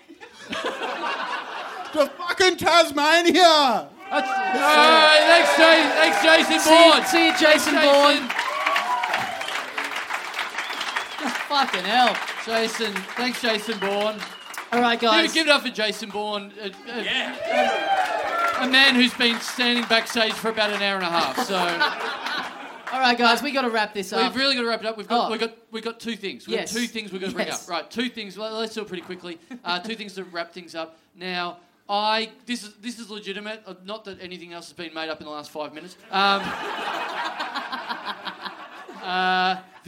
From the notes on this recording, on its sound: We're back in Melbourne for a boutique, sold-out live show that went EXTRA long! A live show in a small venue.